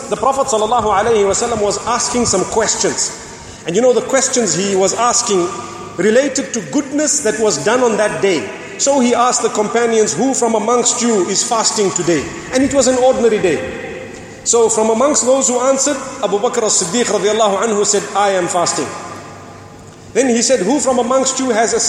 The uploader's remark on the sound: Delivered at Tuanku Mizan Zainal Abidin Musjid